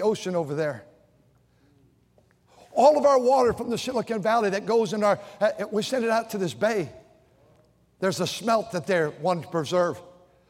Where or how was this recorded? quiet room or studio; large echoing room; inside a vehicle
large echoing room